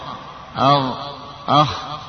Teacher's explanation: وفي أدنى الحلق الذي يلي الفم غين وخاء